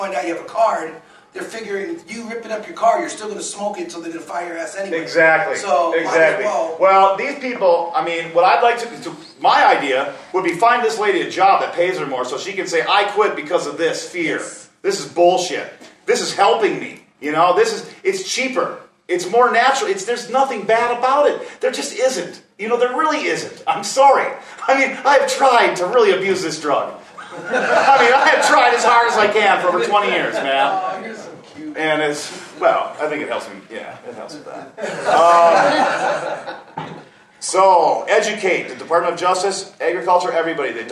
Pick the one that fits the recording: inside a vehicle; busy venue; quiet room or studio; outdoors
busy venue